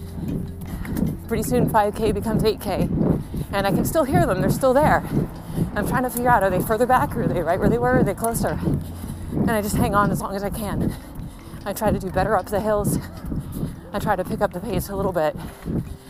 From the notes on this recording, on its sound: Recorded while running